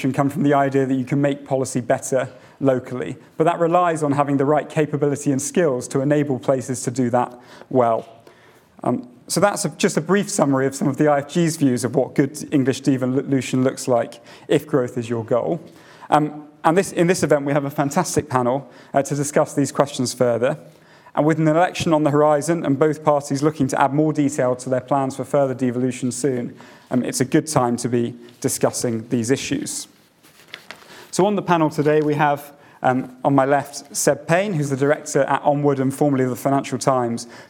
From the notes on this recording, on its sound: Audio recording of event held at the Institute for Government, 16 January 2024.